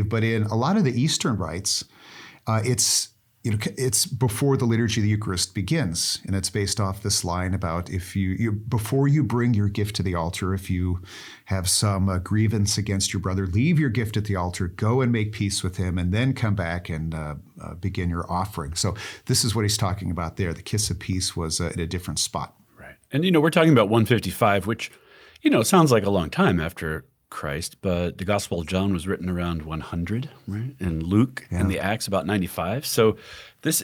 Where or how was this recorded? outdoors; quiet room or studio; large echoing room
quiet room or studio